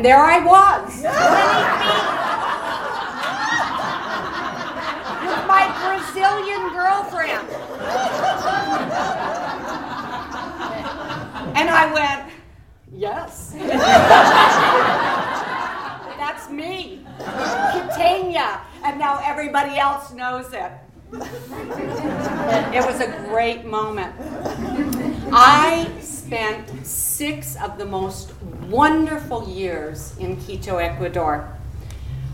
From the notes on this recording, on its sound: Urban Tellers is a live storytelling series in Portland, OR. Recorded live at Hipbone Studio.